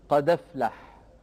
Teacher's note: أمثلة على نقل حركة الهمزة لورش: قد أفلح تصبح بعد النقل قد أفلح، لأننا نقلنا فتحة الهمزة إلى الدال الساكنة قبلها وحذفنا الهمزة